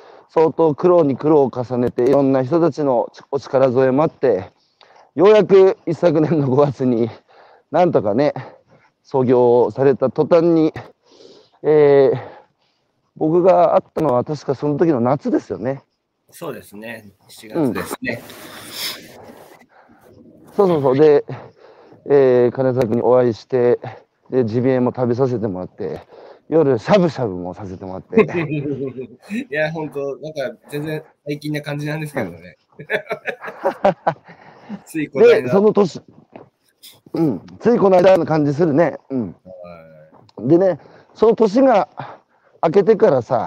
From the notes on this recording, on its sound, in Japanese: 岩手県大槌町。歩きながら1時間、対談する。